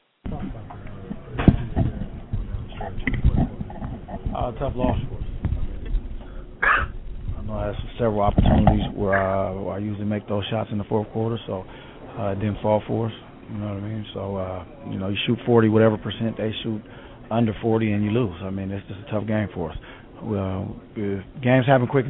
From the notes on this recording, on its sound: We take you into the press conference and locker room with audio.